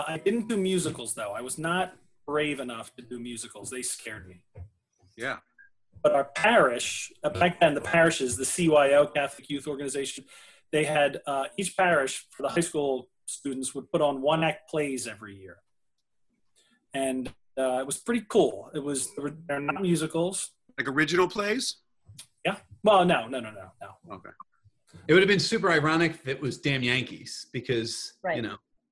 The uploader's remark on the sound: Two stories recorded for a live ZOOM Audience.